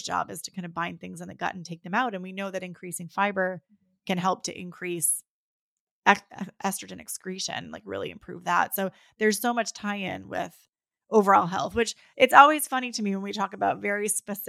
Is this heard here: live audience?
no